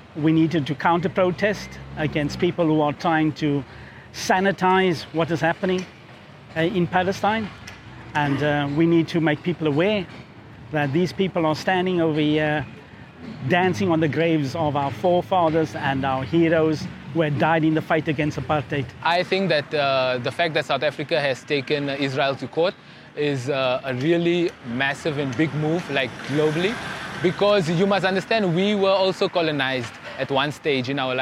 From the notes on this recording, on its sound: We also spoke to some Palestinian supporters outside parliament on the streets of Cape Town.